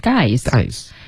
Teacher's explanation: 好像我们会把重音放在 guys 上